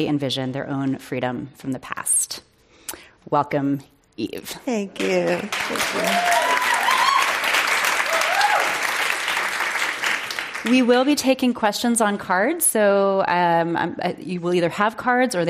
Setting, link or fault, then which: setting, live audience